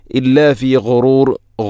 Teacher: ഗൈന്, ഗൈ ഗോ, തൊണ്ടയുടെ ഏറ്റവും മുകൾ ഭാഗം